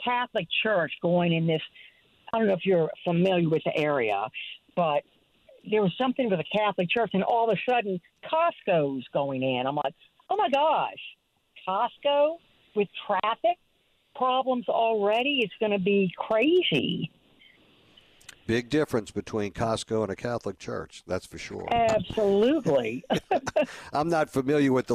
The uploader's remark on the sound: WWL Listeners from the Northshore call